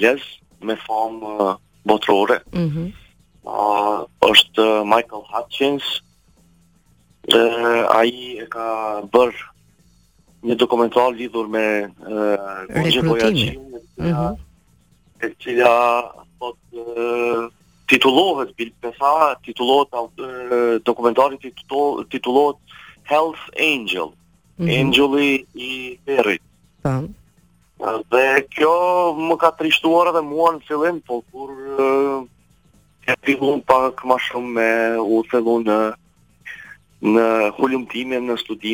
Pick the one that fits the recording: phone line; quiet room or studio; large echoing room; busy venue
phone line